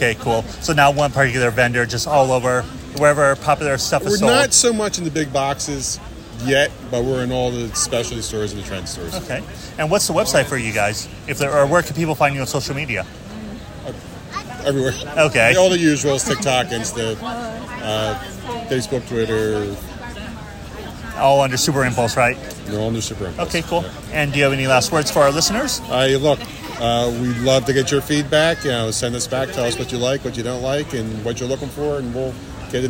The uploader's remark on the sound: Roaming the San Diego Convention Floor, taking in the sights and sounds of SDCC 2023. The Convention Collective is attending San Diego Comic-Con officially this year as press.